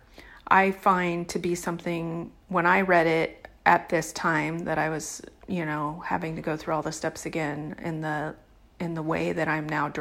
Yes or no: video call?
no